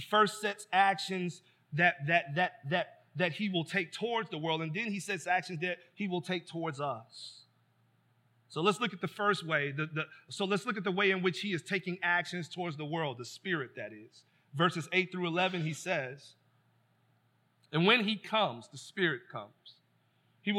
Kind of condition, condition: setting, large echoing room